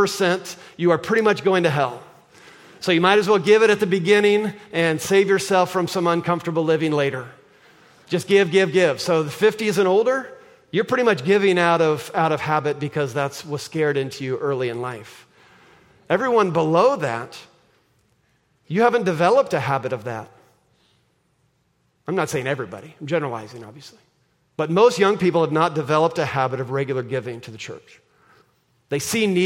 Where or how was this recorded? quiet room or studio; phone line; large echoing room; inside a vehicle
large echoing room